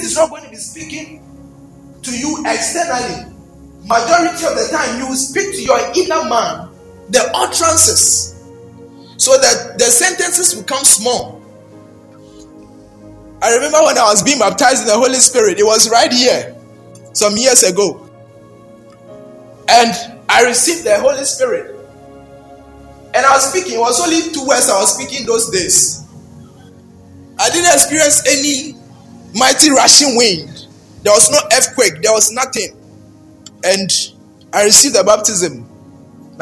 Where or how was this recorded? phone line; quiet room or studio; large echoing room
large echoing room